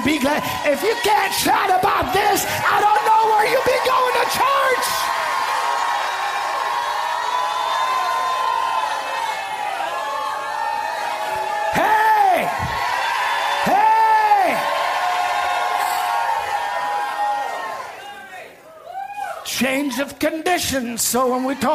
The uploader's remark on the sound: This message was recorded live at the Apostolic Global Church in Pensacola, Florida.